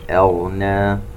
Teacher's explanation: وننتبه إلى ترقيق الهمزة وتفخيم الغين